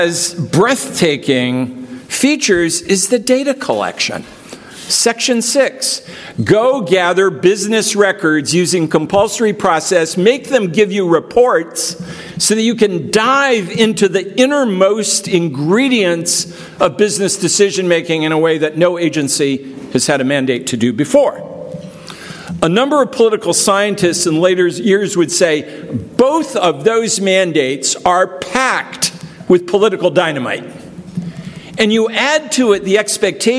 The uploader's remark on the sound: This episode is from the Keynote Speech of the Gray Center’s October 14 conference